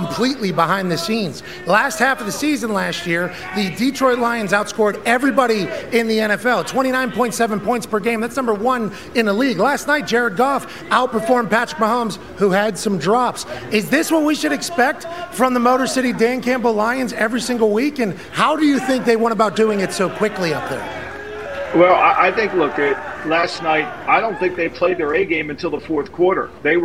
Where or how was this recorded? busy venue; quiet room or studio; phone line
busy venue